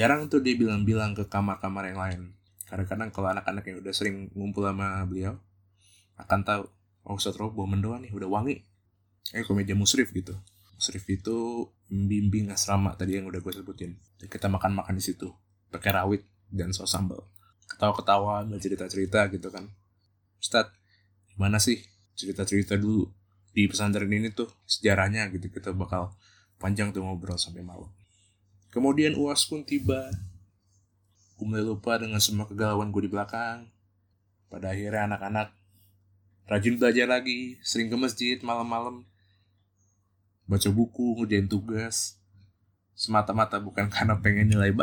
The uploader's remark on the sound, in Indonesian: Karena masih baru belajar audio editing, rekaman kali ini agak pipih dan sengau suara nya...